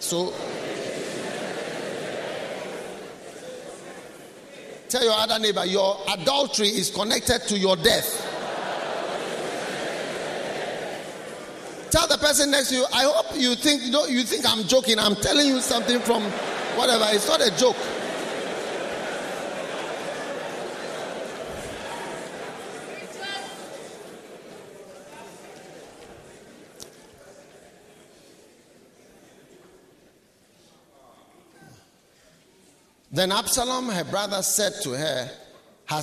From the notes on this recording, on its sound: Preached at the Nerelugu Pastors‘ Conference.